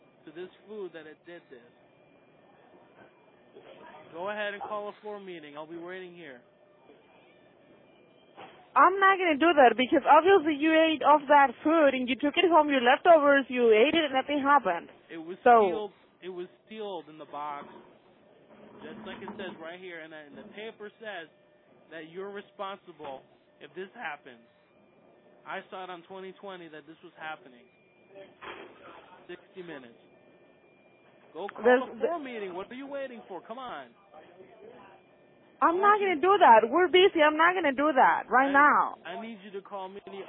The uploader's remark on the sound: Prank Phone Calls